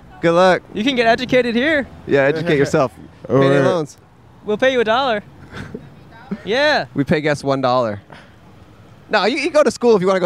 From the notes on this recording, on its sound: Recorded on Hollywood Blvd!